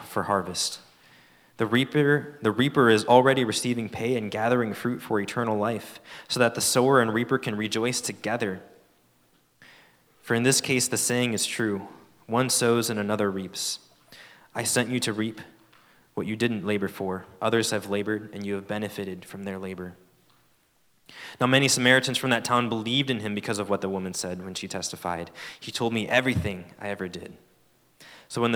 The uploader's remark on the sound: At Fall Conference 2023. Fall Conference is hosted by Campus Fellowship every year toward the beginning of the school year.